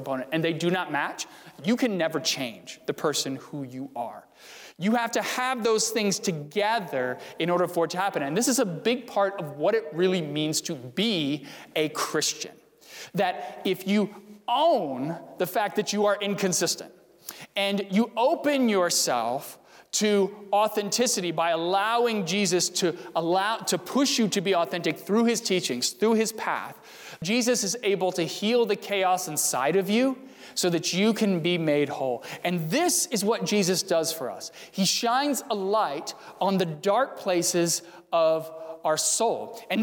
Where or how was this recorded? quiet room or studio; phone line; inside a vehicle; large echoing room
large echoing room